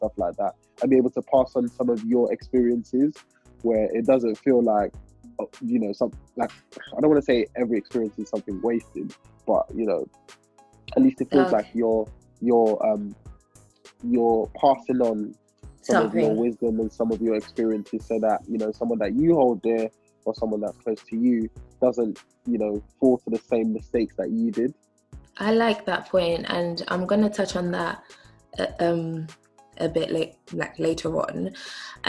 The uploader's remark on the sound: As we are currently in quarantine/lockdown, we did this over zoom!